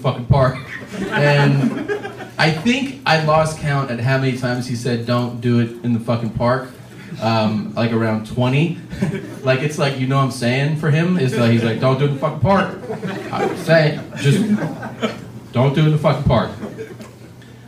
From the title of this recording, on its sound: Live From Vancouver